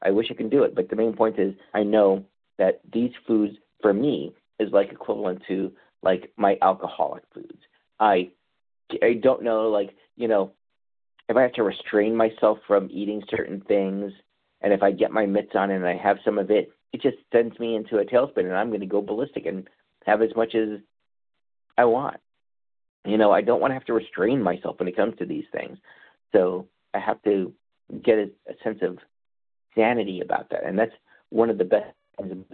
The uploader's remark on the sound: qualification from the 100 Pounders Phone Meeting